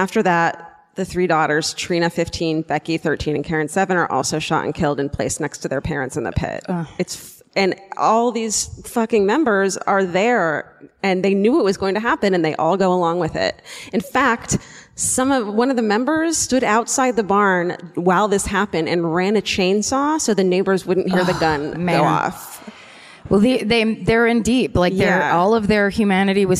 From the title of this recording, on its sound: Live at the Connor Palace in Cleveland